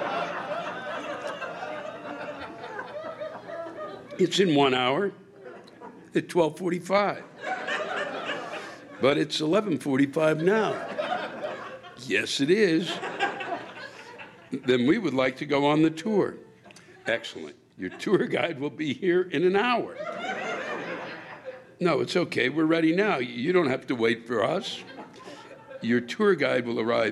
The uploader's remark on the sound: Live From the National Comedy Center